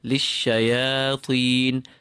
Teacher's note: open the alif as best possible, and do not have it affected by the full ta following the alif